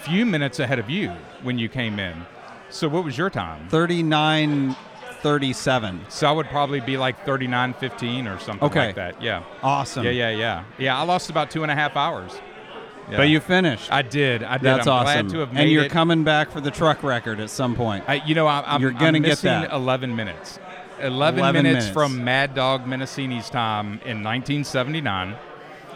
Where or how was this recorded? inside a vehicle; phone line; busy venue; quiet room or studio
busy venue